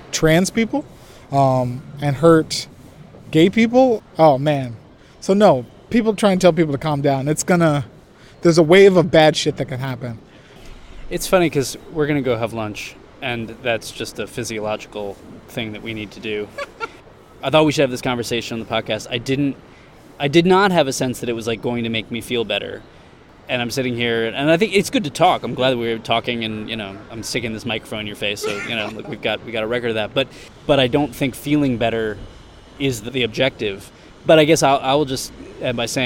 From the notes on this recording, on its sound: Recorded during two meetings at Benchasiri Park in Bangkok